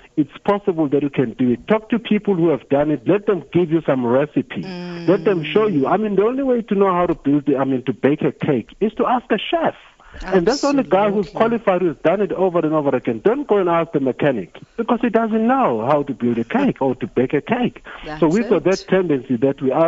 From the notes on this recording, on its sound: Guest (PHONE)